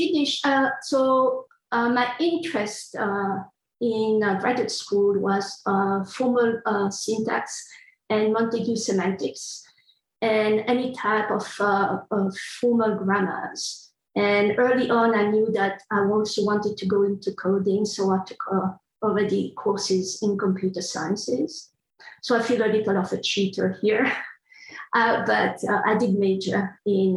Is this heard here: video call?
yes